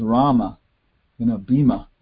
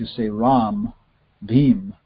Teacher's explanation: you really should foreshorten the last A a lot · Shown in: second take